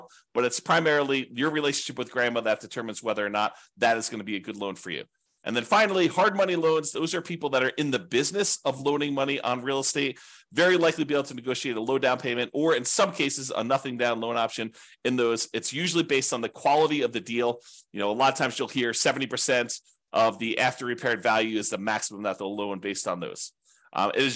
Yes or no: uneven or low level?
no